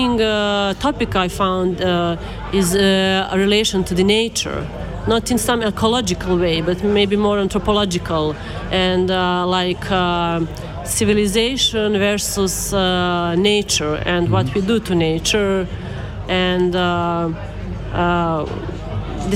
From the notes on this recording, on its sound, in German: Festivalausgabe live aus dem Merkerareal in Baden.